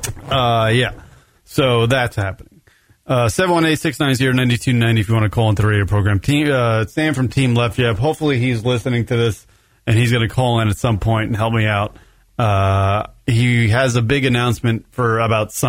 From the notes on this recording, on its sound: is joined on the phone